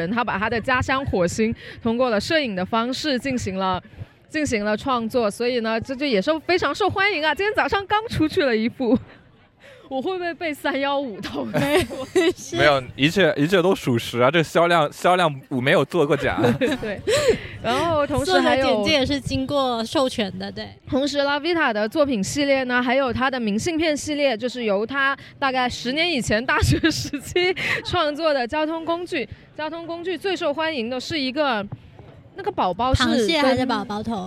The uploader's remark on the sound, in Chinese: 上周末（3月20日与21日）一树Arbre在深圳华侨城创意园的T街摆摊。三位主播也在现场做了一次录音，介绍和讨论现场售卖的商品。户外录音挺有趣的。